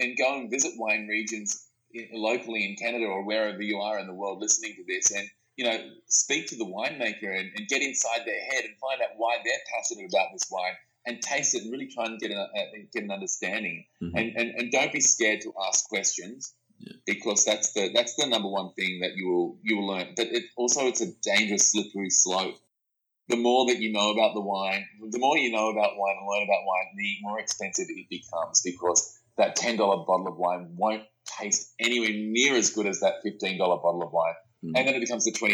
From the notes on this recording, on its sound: The sound quality came out a little shaky on this interview